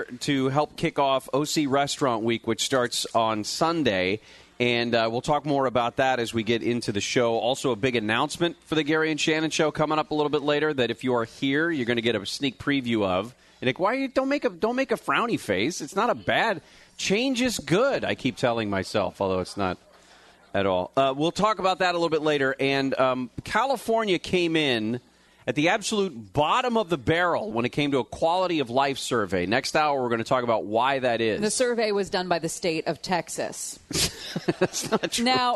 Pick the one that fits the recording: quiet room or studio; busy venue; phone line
busy venue